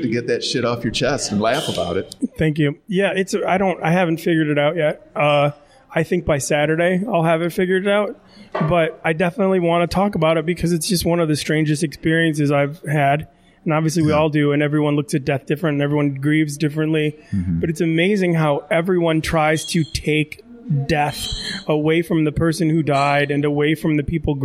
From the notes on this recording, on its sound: Live from the Comedy Castle bar